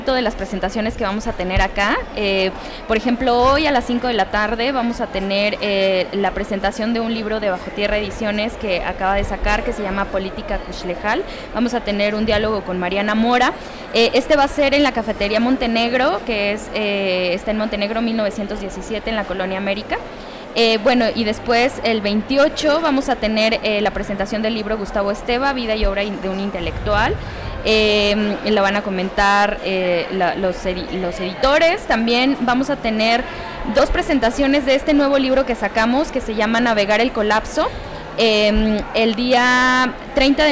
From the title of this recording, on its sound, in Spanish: En vivo desde la Feria Internacional del Libro 2021